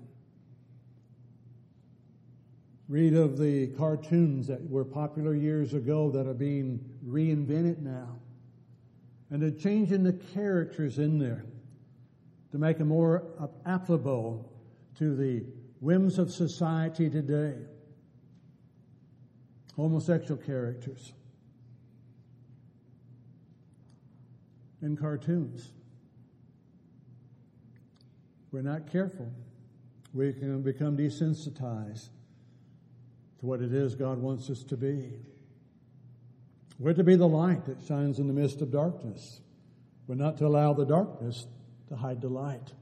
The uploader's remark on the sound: Downtown Church Of Christ Audio Sermon.